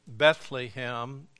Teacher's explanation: accent on the first syllable